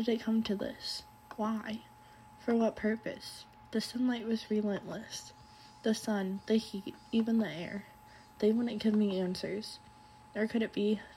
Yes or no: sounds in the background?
yes